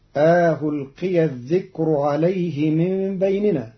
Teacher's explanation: قرأ قالون كلمة ألقي بتسهيل الهمزة الثانية بين بين مع إدخال ألف بين المحققة والمسهلة